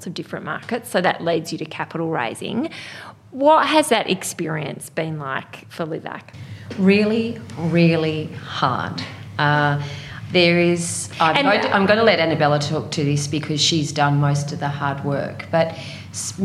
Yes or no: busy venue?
yes